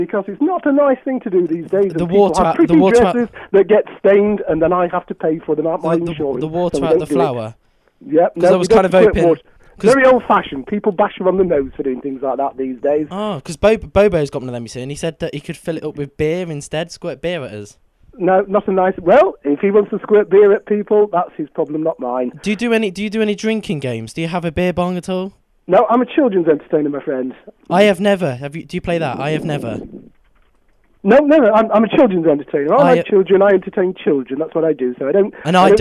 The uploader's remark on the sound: Enjoy the phone conversation